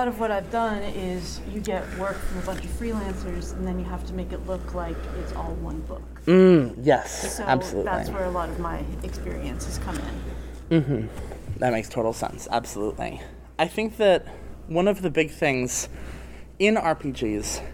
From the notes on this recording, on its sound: Recorded at Metatopia 2023